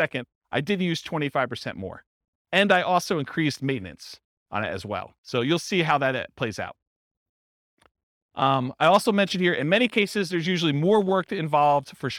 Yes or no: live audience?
yes